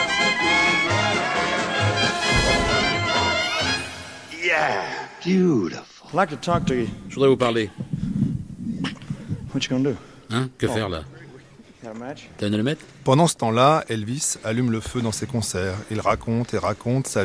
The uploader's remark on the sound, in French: Voici des enregistrements d'extraits backstage, de quelques concerts mythiques.